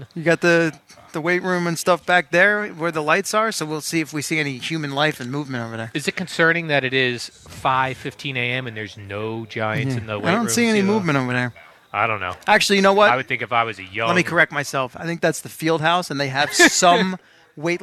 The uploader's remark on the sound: Live from Giants camp